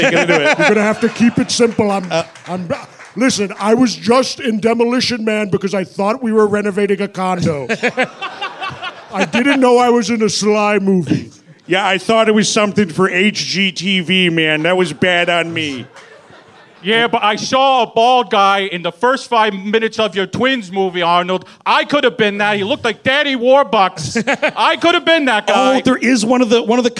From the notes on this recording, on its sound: At the world-famous Hollywood Improv in Los Angeles, CA. The guys are live in Los Angeles. The guys wear flammable shirts live on stage!